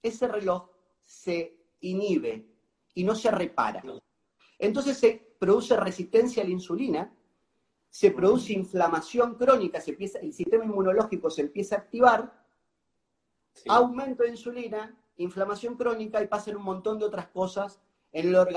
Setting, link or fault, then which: link, video call